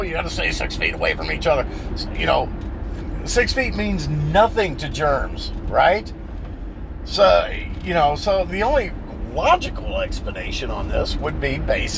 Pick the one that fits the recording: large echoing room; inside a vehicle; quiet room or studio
inside a vehicle